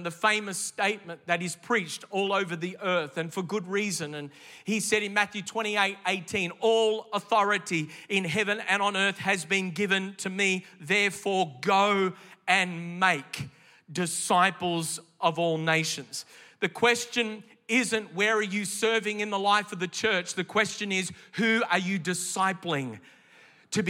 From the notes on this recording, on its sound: This message was originally recorded in the 11:30 AM service at the NEUMA Melbourne City location.